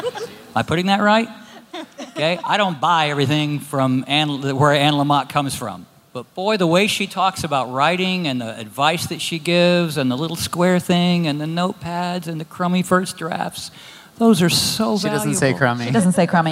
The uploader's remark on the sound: Live from the H*W Workshop